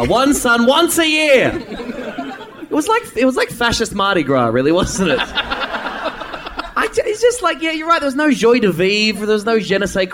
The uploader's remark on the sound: LIVE IN AUSTRALIA! The Bugle makes it's live debut in Australia!